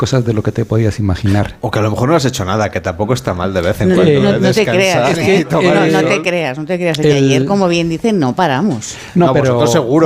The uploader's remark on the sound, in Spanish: emitimos en directo desde el Hotel Cala Saona de Formentera